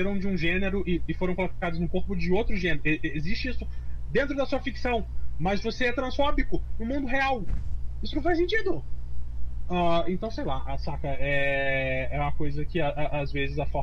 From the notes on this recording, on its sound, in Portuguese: Nota: O áudio está meio ruim